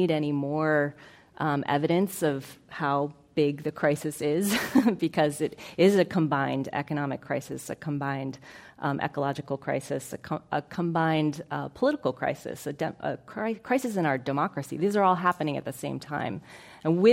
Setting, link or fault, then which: setting, live audience